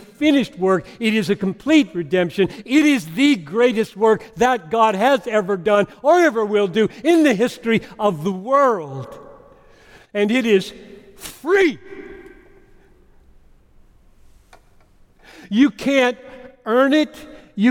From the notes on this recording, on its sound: preached this message at Bethlehem College & Seminary in Minneapolis